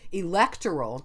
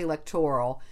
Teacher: the stress on the or part · Shown in: second take